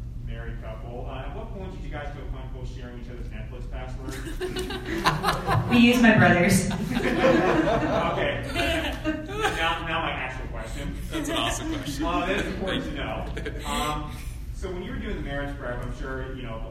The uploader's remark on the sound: Presented to the 20/30Somethings ministry